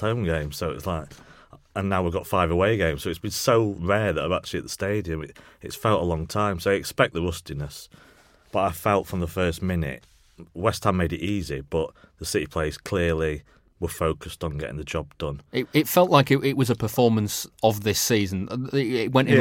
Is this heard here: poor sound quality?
no